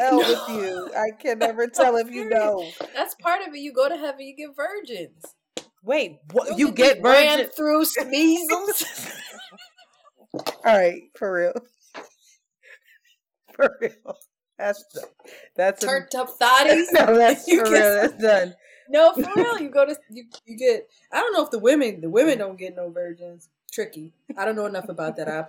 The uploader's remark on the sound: Due to personal matters, we were not able to use our recording equipment so the audio is not ideal but the content is there.